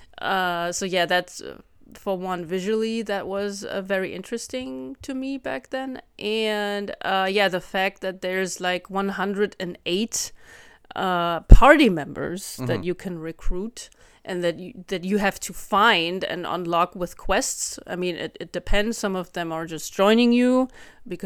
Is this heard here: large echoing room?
no